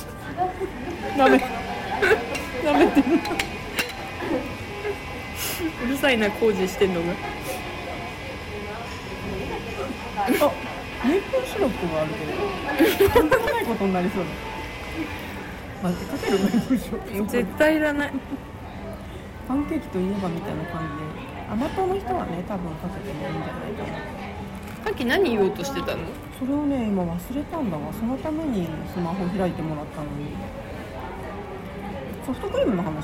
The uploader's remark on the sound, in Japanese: In MILK（生クリーム専門店）。店内の雑音が結構うるさいかもしれませんので、。